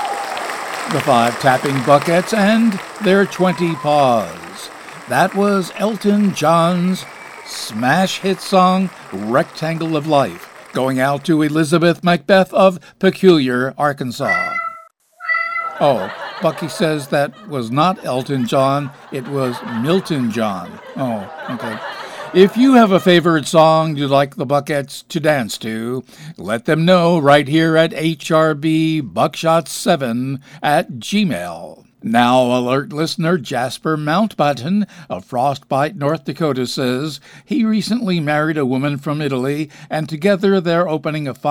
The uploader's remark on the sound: Live from the Stranded Theater in New York City.